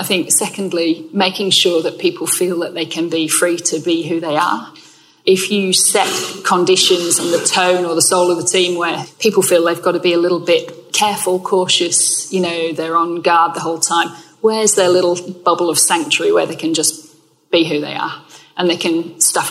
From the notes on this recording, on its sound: Recorded at the Good Day at Work event in Manchester, hosted by Robertson Cooper.